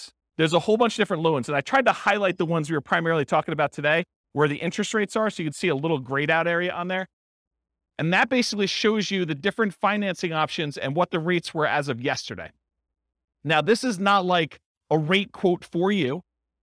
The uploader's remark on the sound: This was a live class recorded